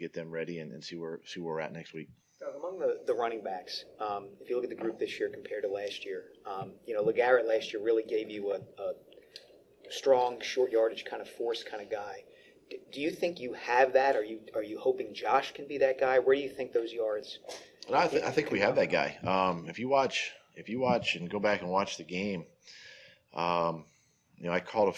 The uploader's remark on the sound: Double-header press conferences on this special episode of At the Podium!